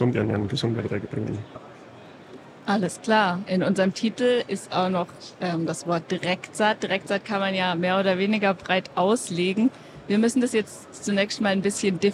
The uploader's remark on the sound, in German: aufgenommen live von der Agritechnica